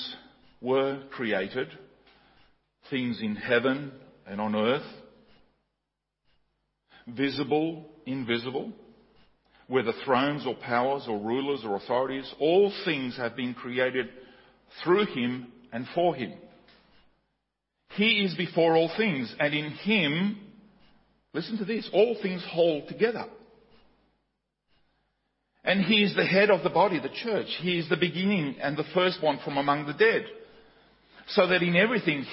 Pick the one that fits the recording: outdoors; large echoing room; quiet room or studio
large echoing room